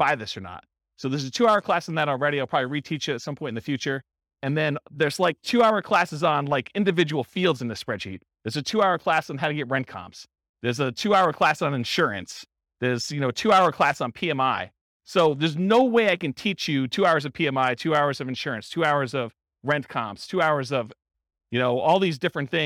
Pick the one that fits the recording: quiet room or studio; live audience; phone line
live audience